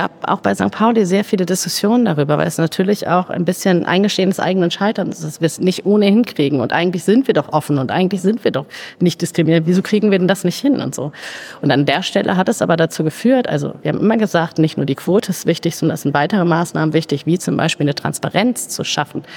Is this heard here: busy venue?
yes